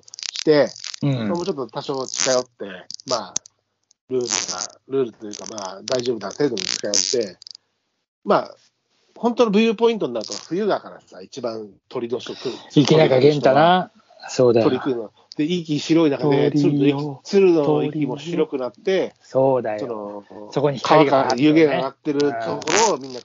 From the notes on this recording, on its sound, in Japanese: ノイズが多くお聞き苦しい事お詫びします。